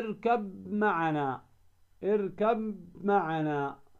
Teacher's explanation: اركب معنا، فهنا تدغم ماذا؟ الباء في الميم